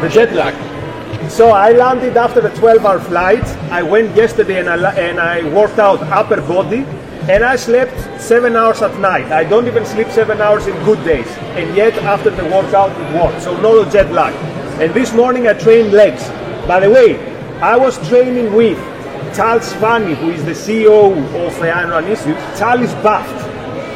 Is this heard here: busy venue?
yes